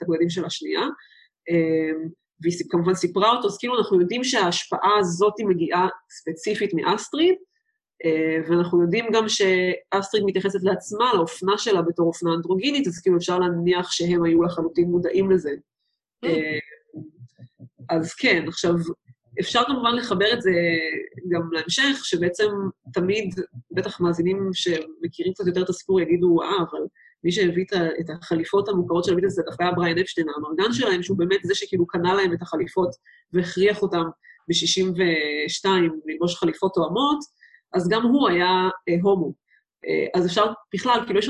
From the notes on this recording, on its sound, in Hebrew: הרמת הקלטה דרך זום